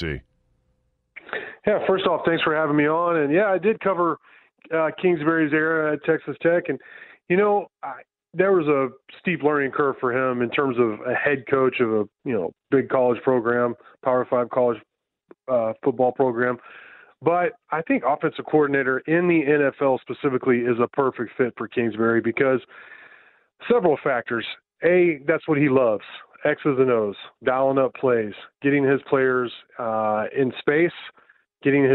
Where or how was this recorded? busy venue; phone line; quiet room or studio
phone line